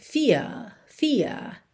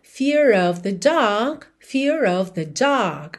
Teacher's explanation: Só que aqui eu vou ligar em of, então fear of acaba tendo R enroladinho. · Shown in: second take